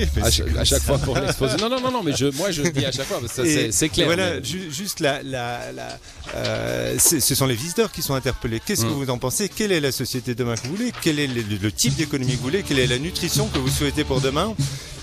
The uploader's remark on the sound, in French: Emission spéciale au festival Animai de Vevey.